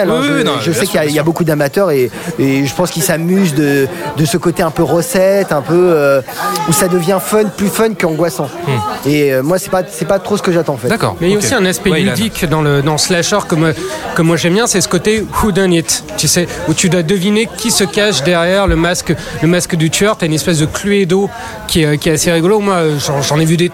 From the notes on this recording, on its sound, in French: Enregistré au Hurling pub (8 Rue Descartes, 75005 Paris), le samedi 27 Octobre 2018.